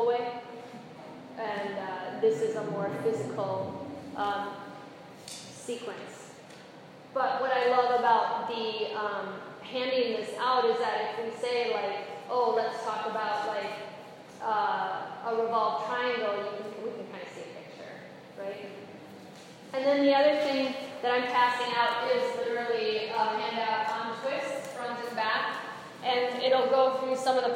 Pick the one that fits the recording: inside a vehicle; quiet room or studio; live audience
live audience